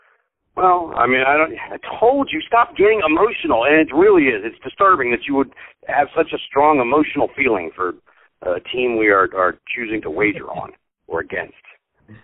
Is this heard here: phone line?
yes